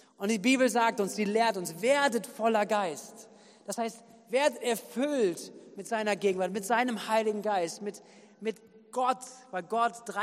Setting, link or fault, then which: setting, large echoing room